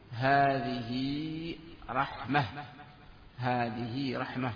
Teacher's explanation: فالأفصح الوقف بإبدالها هاء، تقول هذه رحمة، هذه رحمة، طبعا ليست في جمع مؤنث سالم، ليست رحمات، هذه رحمة، أصله رحمة، ولذلك بعضهم سمي هذه هاء تأنيث اعتبارا بصفة الوقف عليها، وبعضهم يسميها تاء التأنيث.